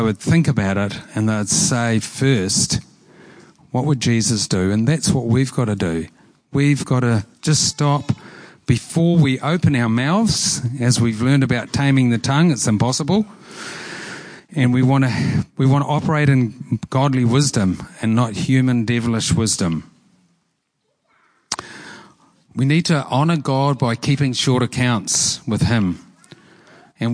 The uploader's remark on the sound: Preached at Horsham Downs on 13/08/23